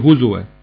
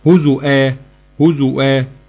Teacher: وردت عند الإمام حفص بدون همز في هزوا، بينما قرأها الباقون بالهمز قرأوها هزؤا هزؤا.